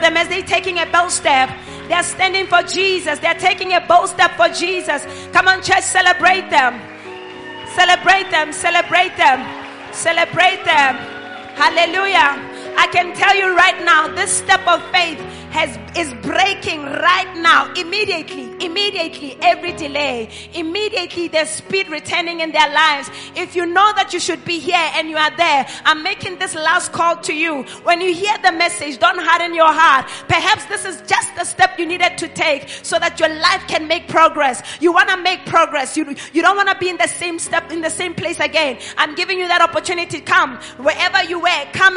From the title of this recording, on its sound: LIVE AT ABC KHALANYONI